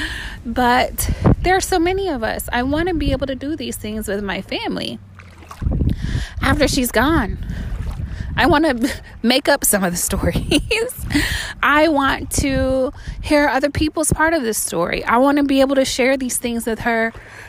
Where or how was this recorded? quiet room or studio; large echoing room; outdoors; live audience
outdoors